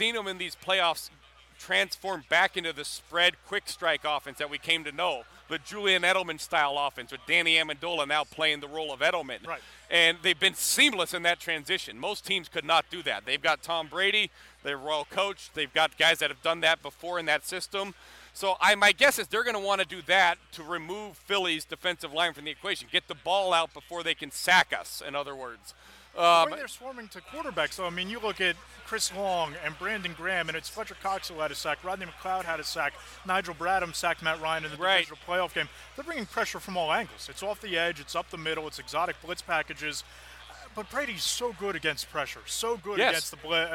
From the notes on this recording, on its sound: Recorded from Radio Row at Super Bowl 52